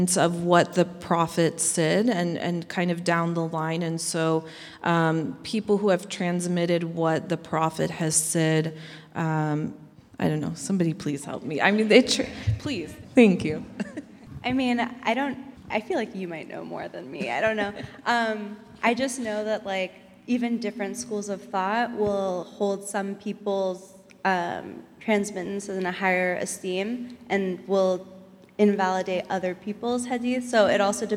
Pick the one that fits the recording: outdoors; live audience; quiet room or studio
live audience